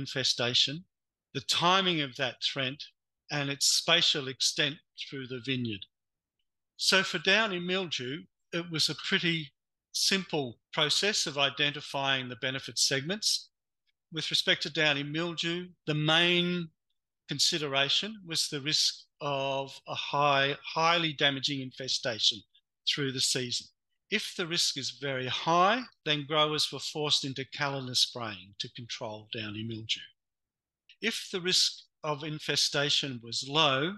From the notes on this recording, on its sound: Webinar recording